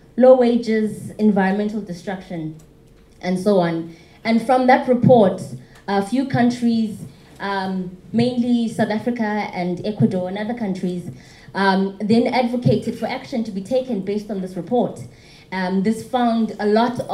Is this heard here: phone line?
no